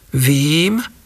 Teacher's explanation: namiesto dvojhlásky IE je dlhé I